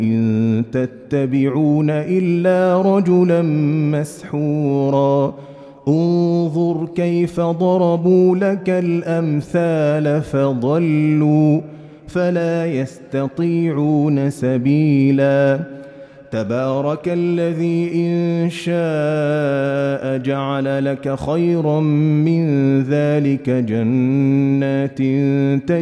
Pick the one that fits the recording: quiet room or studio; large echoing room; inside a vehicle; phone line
large echoing room